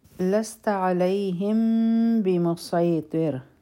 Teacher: دلته کې به مونږ د میم ساکن اخفا کوو، دوه سیکنډ ټایم به ورکو او زموږ شونډې به مکمل طور بندې نه وي